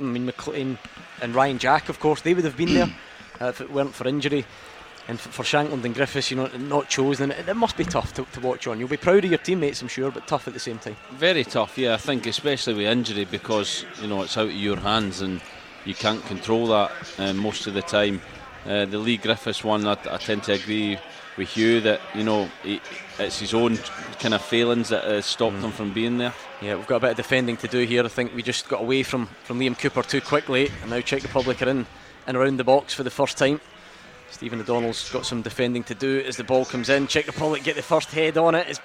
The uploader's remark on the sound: live from Scotland HQ at Drygate Brewery